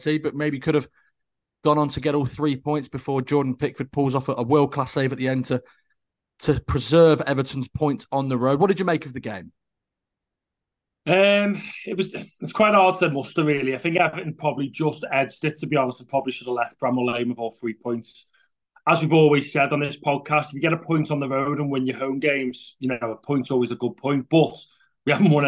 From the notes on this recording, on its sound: The guys discuss Everton's 2-2 draw at Bramall Lane via Zoom on this Sunday afternoon.